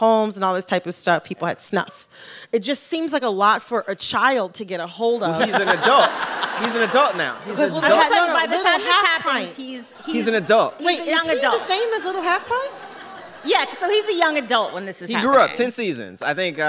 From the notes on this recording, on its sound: This episode was recorded live at the Bell House in Brooklyn.